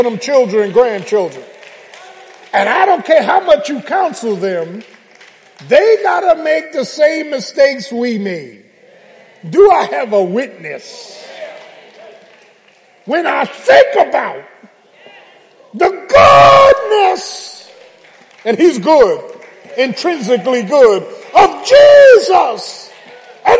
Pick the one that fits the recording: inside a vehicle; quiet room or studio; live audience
live audience